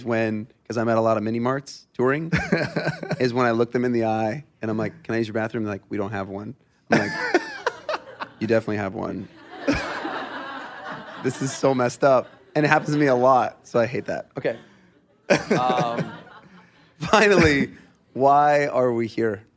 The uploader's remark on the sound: LIVE taping. The historic stage at The Hotel Café in front of a live audience.